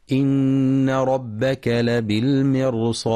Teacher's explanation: وفي قوله سبحانه إن ربك لبالمرصاد، يخطئ من يقرأ لبالمرصاد بترقيق الراء لأنها ساكنة بعد كسر، والصواب تفخيمها لكونها وقعت ساكنة قبل حرف مستعل وهو الصاد في كلمة واحدة، فهي مفخمة حتى ولو وقع قبلها كسر.